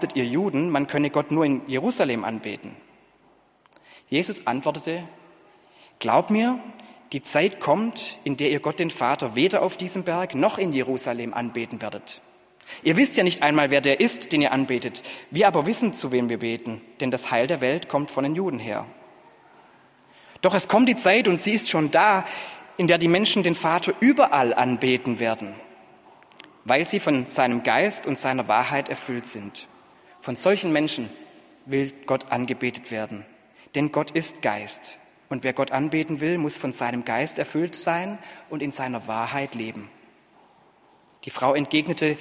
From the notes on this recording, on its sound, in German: Gottesdienst zur Kirbe